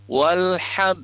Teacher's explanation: Ha ini makhrajul hurufnya ada di tengah tenggorokan ya.